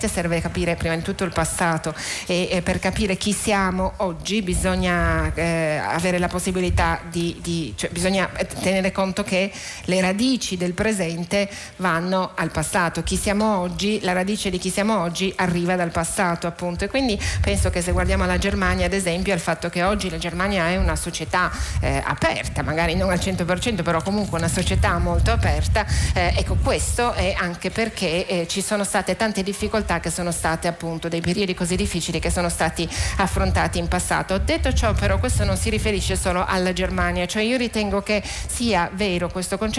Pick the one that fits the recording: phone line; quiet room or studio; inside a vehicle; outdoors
outdoors